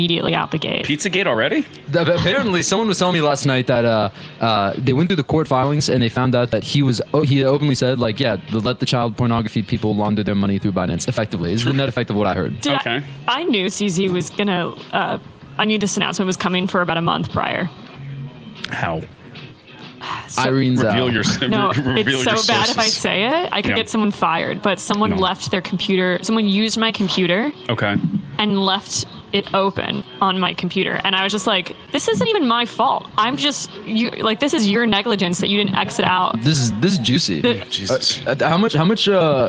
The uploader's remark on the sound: live from Pubkey